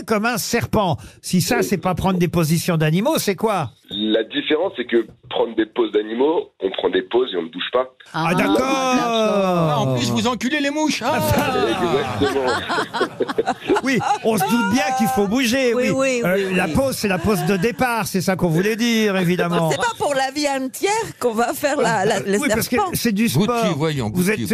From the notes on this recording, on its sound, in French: était au téléphone des Grosses Têtes ce 19 octobre.